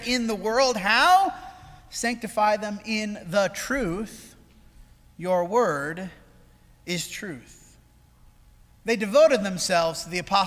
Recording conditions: large echoing room